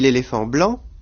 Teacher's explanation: l'accent tonique porte sur la dernière syllabe, toujours de ce groupe de mots, et non pas du mot séparé.